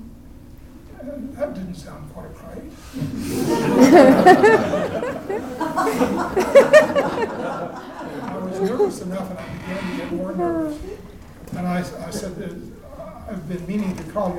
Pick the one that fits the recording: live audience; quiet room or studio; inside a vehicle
live audience